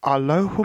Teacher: The main accent is on the fourth syllable, but the second should also be slightly emphasized.